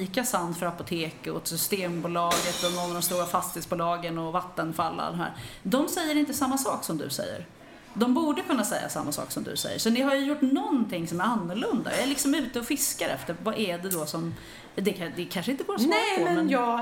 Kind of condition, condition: setting, busy venue